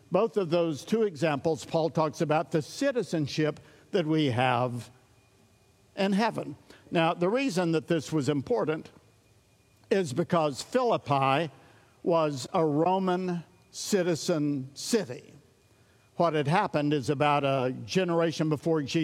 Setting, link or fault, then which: setting, large echoing room